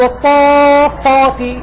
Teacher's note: ومن لا يتقن القراءة يقول والصفات، فخم الألف مع الفاء، ويظن أن المجاورة هذه سينسحب حكمها.